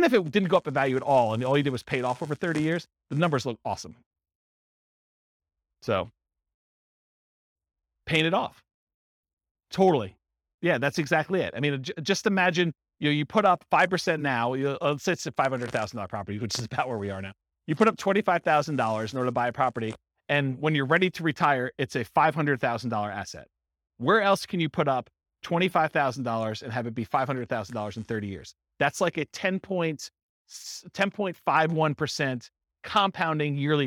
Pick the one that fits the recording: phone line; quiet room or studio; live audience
live audience